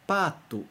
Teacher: E depois o segundo é pato. O pa não é nasal. É simplesmente pa.